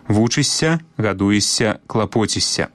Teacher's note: як бы мы ні пісалі, заўжды вымаўляем мяккі падоўжаны «с»